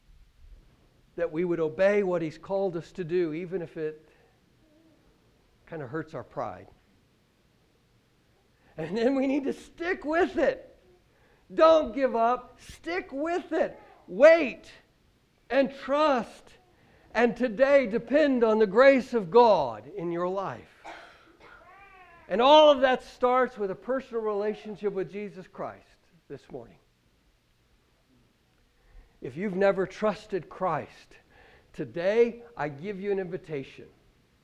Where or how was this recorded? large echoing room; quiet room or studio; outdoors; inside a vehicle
large echoing room